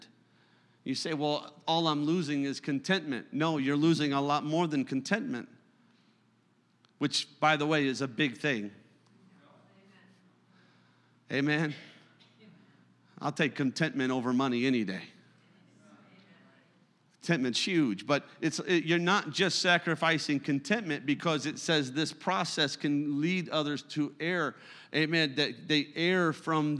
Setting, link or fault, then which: setting, large echoing room